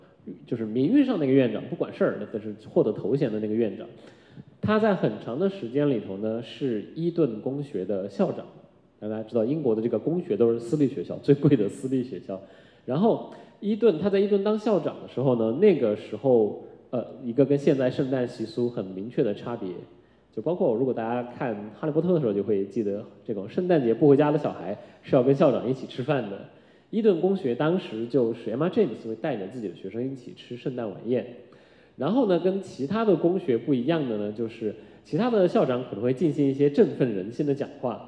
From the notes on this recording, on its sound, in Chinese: 艺述电影在艺海剧院小剧场举办了一场迎新活动。以下是讲座现场的音频录音。